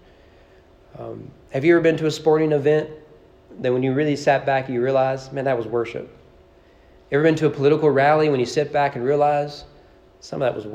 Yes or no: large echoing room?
yes